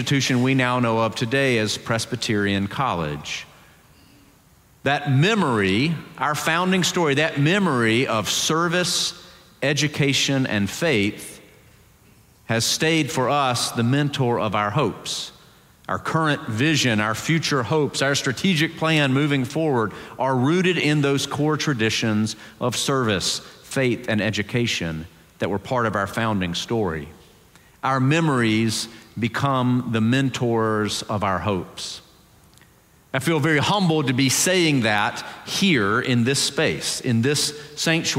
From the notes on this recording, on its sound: Presbyterian College Sunday Worship Service.